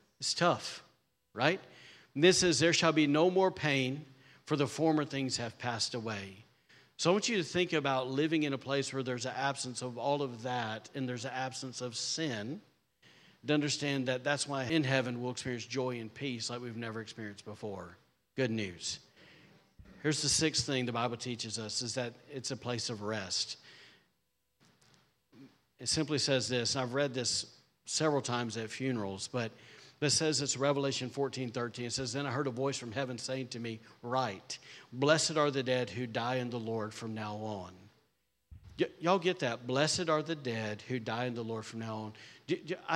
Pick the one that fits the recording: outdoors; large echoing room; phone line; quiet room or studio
large echoing room